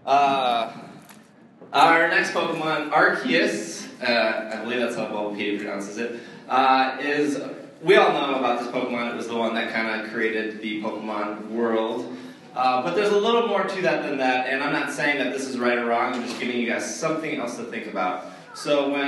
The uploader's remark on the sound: At C2E2. Had an audience of up to 300 people.